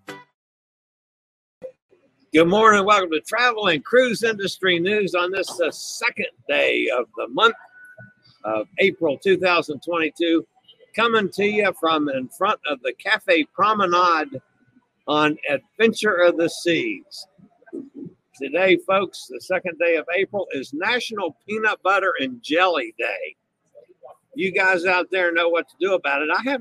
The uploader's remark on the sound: LIVE on location aboard the Adventure of the Seas about halfway between Galveston and Costa Maya, Mexico.